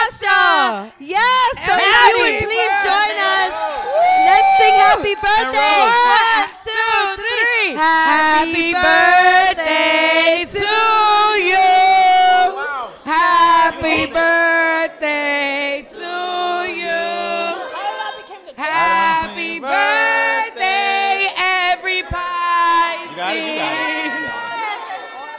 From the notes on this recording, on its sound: The finale of the live show recorded at The Actors Company LA in Los Angeles.